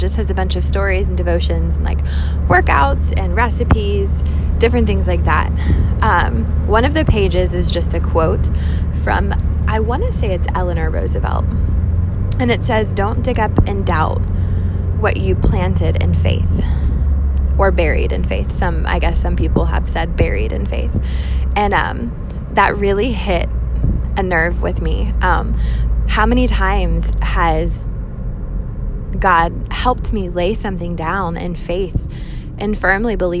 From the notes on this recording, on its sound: Catch up in the car with me